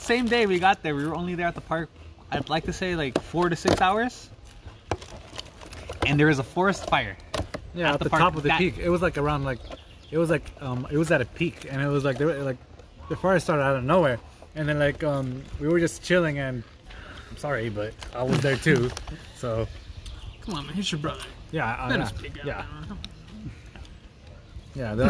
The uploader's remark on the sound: We sit outside and record an episode